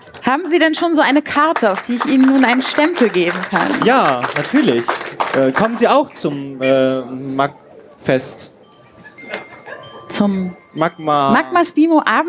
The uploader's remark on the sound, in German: 33c3-sendezentrum. Eine Kandidat:in aus dem Publikum kämpft live um ihr überleben.